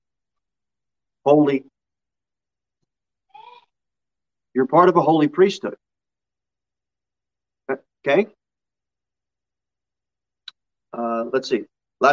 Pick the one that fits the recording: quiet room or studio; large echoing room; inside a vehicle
large echoing room